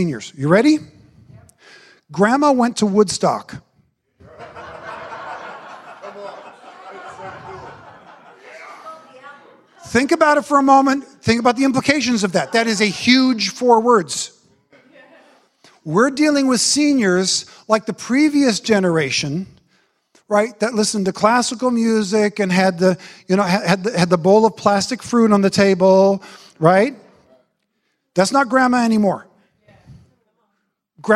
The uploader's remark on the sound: special series from our Apple Tree Gathering conference